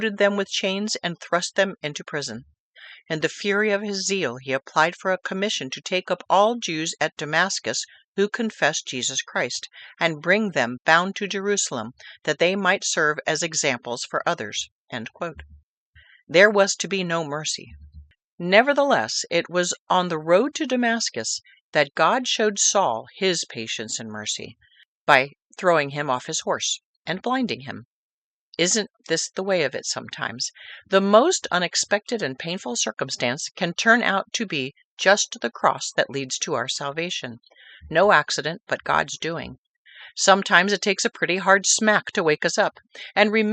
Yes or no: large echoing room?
no